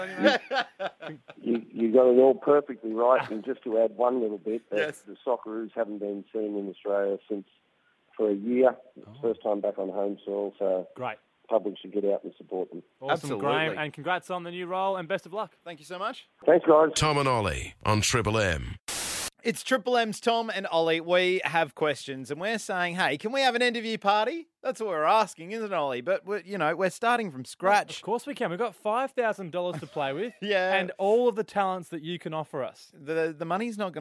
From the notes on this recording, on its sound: Joins us on the phone